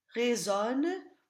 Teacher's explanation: In French, double consonants serve only to open the vowel before them, usually. Résonne will have a long open O.